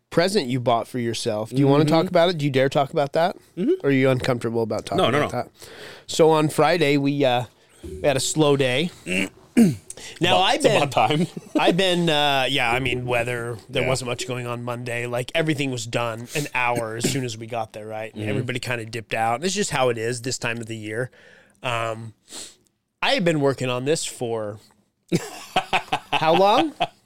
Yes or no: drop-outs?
no